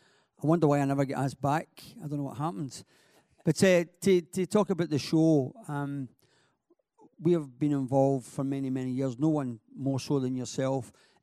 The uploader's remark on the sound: Recorded live at the Scottish Edge, Edge 20 Finals at RBS HQ in Goggarburn. Took questions from the conference auditorium in a special 'Board You Can't Afford' with the live audience.